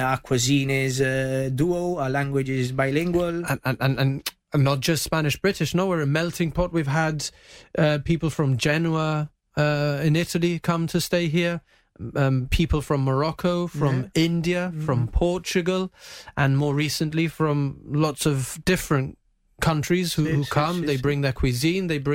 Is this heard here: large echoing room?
no